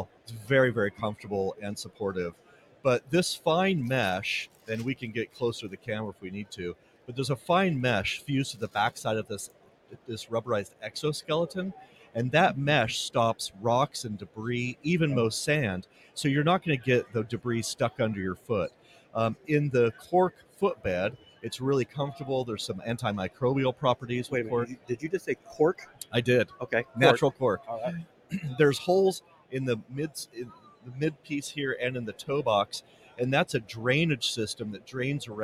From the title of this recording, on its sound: ICAST Live